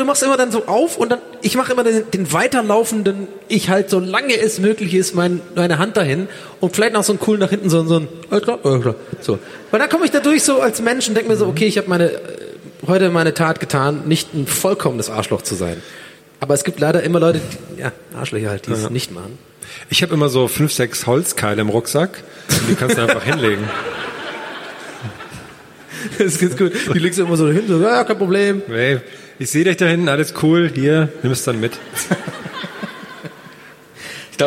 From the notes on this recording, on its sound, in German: Live-Aufnahme Leipzig im Felsenkeller.